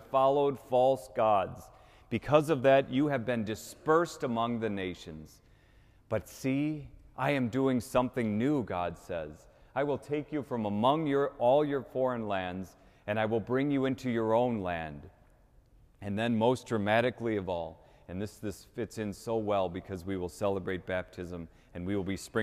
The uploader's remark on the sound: Easter Vigil 2019 (Cathedral)